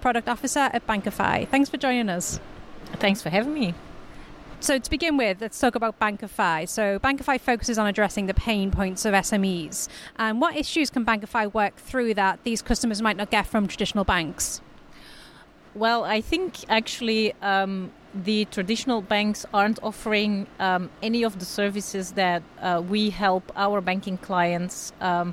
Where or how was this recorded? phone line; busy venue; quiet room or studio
busy venue